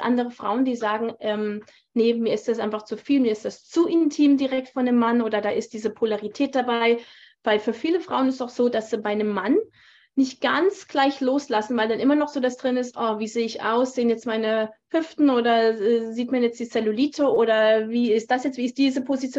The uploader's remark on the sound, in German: auf Basis eines aufgezeichneten live Zoom Call